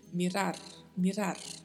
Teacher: Bastante cuidado aí com a pronúncia, porque temos os R's com vibrato